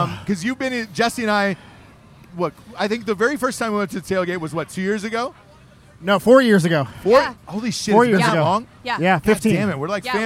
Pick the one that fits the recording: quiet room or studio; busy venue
busy venue